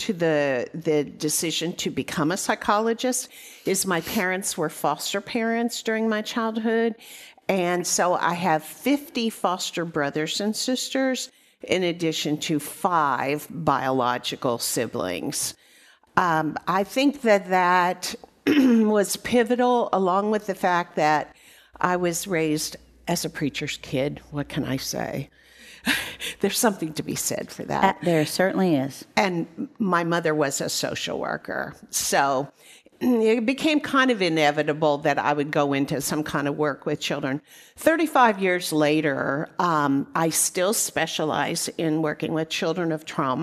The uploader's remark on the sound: At the Micah Center in front of a small audience.